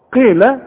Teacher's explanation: القاف مكسورة، والقاف في اخر درجات التفخيم